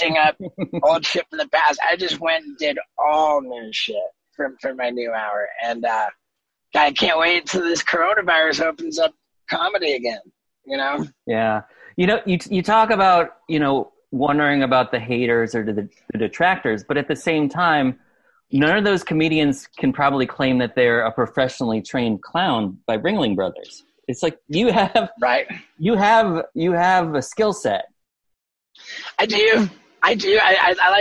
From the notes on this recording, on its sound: We reconnected in the summer of 2020 over Zoom in two separate conversations.